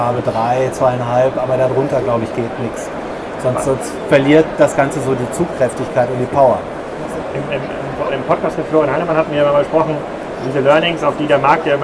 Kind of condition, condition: setting, busy venue